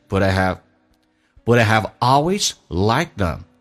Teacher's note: But 跟 I 有连接，But I have 不被强调。可以弱化成 a 这个发音，而且这三个单词用降调来发，就变成 But I have always liked them.